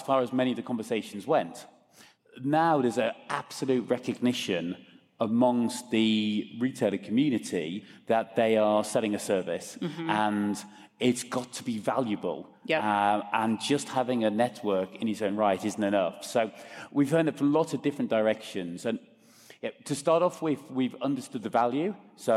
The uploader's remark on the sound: Groceryshop 2023 Recap Live From Las Vegas